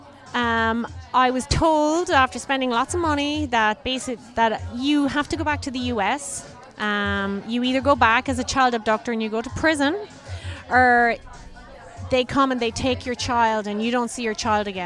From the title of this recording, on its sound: LIVE from That's What She Said Event